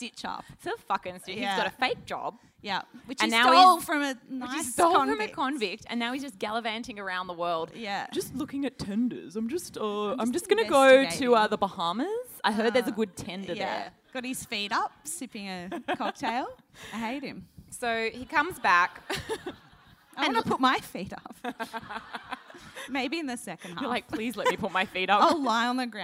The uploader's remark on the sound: Sydney Live Show. Finally, a venue decides to record. Sydney show at Marrickville's Factory Theatre.